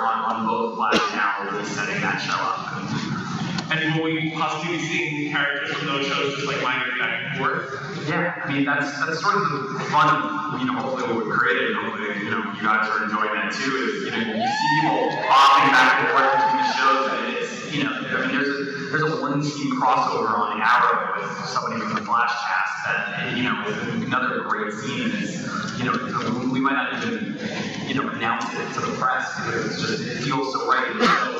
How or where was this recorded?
live audience